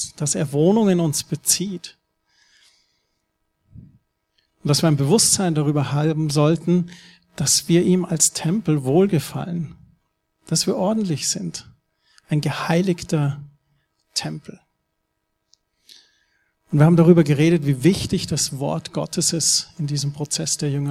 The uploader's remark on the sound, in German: Neujahrsgottesdienst